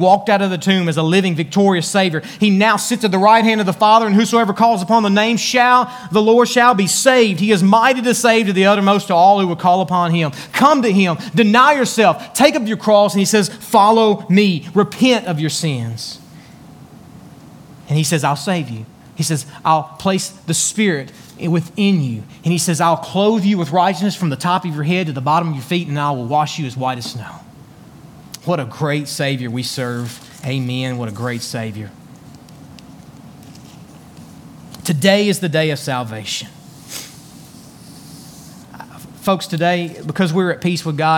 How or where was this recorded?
large echoing room